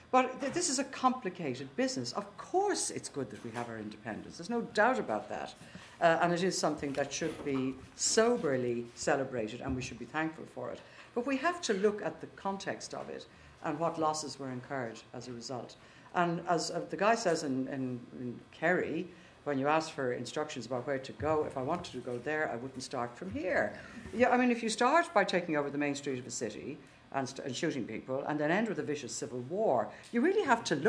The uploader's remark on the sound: The Launch of 'Trinity in War and Revolution 1912-1923' was preceded by an expert panel discussion in the Printing House, Trinity College Dublin, at 6.30pm on Monday December 7th 2015.